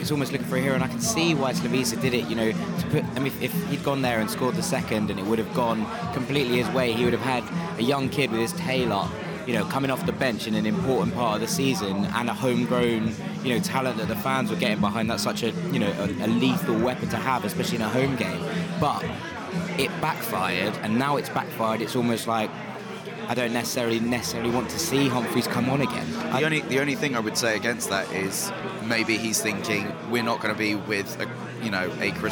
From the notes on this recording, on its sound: live in The Jolly Gardeners pub